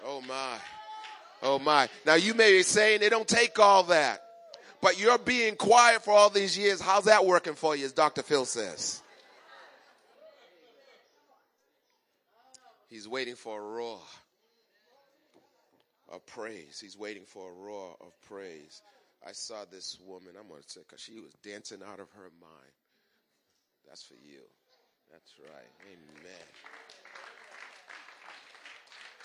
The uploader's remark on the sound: At the 08:30am Service.